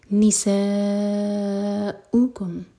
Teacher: سا چار حرکہ لمبا، اس کے بعد حمزہ پر کٹ آف ساؤنڈ